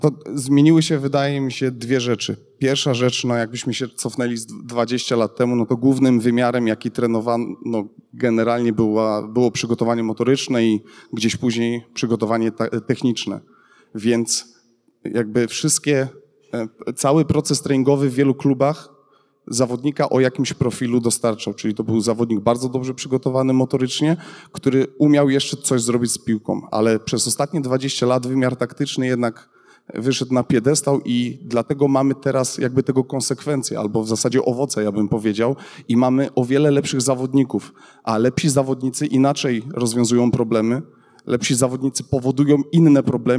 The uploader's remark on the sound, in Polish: podczas trenerskiego meet upu we Wrocławiu